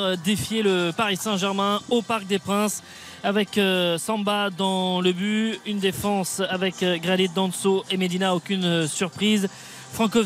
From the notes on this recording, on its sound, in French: en direct du Parc des Princes